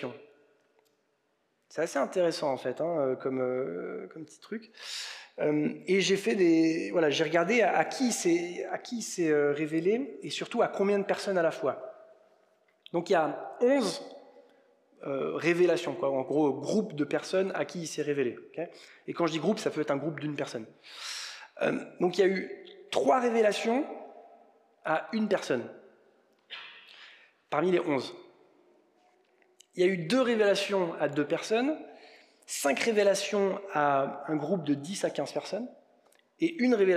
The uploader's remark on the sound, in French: Enregistré à l'église CVV, le 17/04/2022